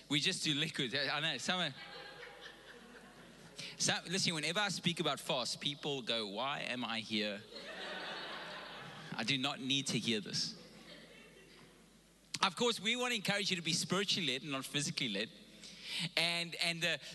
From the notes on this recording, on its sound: Recorded live on Sunday the 31st October 2021